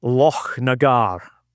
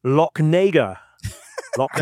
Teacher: We have a mountain, or yeah, it's actually a mountain in Scotland, a famous one, which is actually quite hard to say for a non-Scot, because we make the sound, which in a, you know, for a lot of people, it's not a very pleasant sound to make, CH, you know, very guttural · Shown in: first take